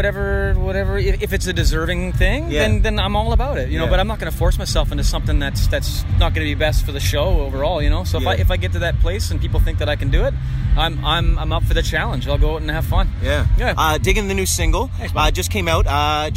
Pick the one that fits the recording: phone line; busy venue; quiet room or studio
busy venue